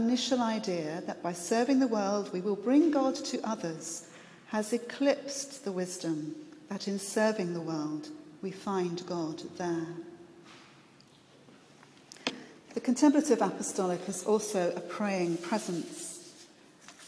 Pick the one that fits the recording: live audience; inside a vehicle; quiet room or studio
live audience